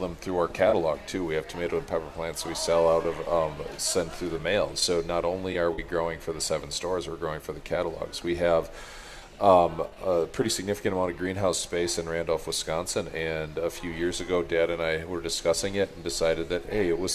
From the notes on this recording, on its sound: Live At Jung Garden Center.